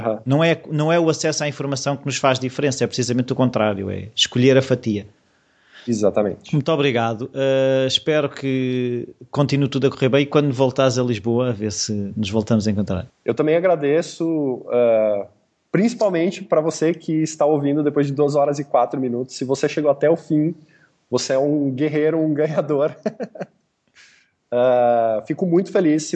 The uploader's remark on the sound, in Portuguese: a nossa conversa teve de ser marcada para mais tarde, via Skype